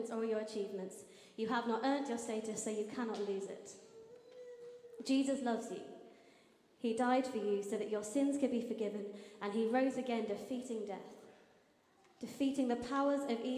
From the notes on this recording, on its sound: Streamed live at St Paul's Shadwell on Sunday, 7 May 2023.